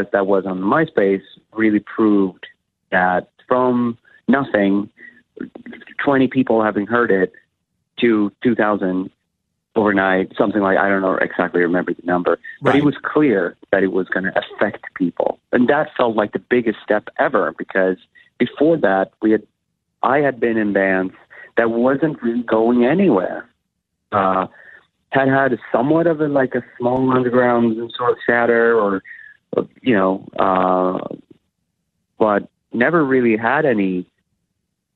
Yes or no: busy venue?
no